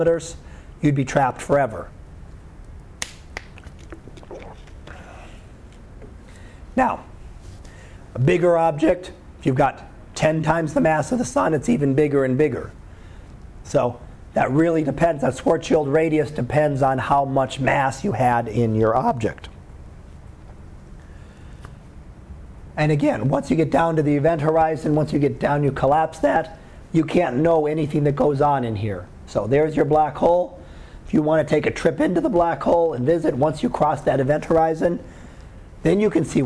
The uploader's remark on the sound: Live Class Lecture 2013 Jun 13